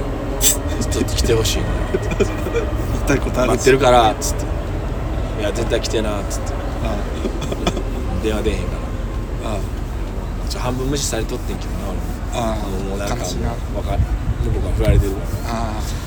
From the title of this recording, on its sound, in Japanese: 極寒な公園のpodcast収録は難しい